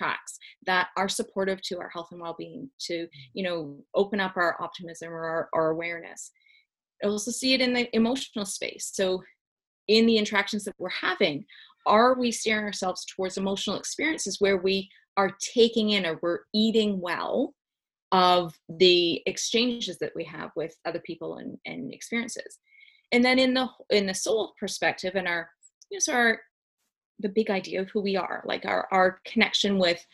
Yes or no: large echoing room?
no